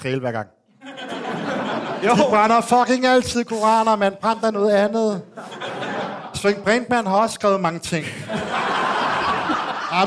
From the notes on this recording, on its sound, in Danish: Afsnittet er optaget live på Comedy Zoo